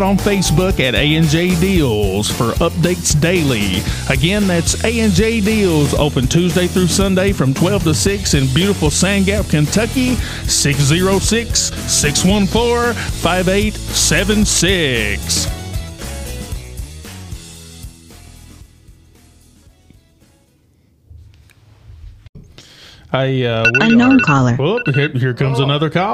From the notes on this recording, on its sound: Call in episode. In this episode we take a few LIVE calls from a few of our listeners.